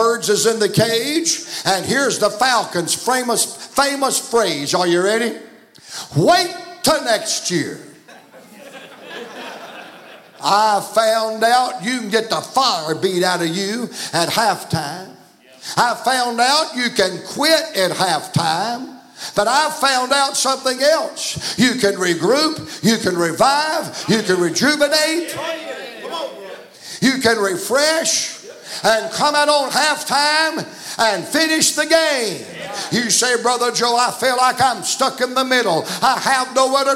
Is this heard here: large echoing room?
yes